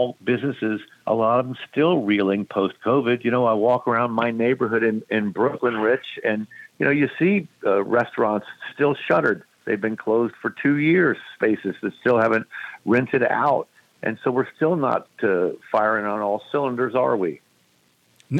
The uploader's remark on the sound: we take your calls in open phones across America